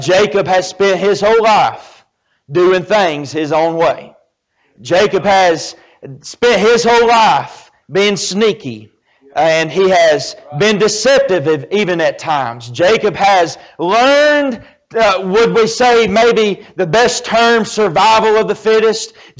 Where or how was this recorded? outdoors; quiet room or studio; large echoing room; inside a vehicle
large echoing room